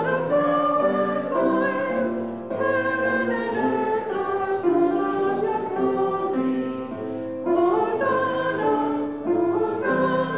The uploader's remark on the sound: Live Worship Service